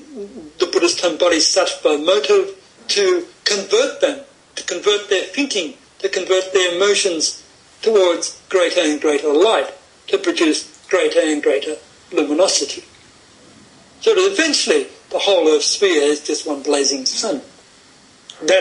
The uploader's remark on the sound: Over skype (so please forgive the variable quality of the recording).